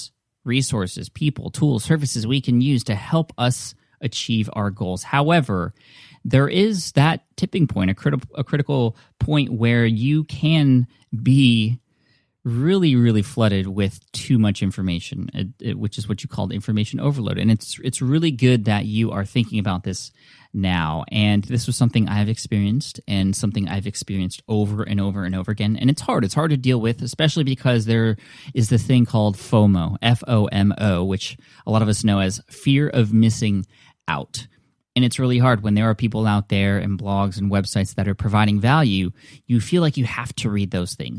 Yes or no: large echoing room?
no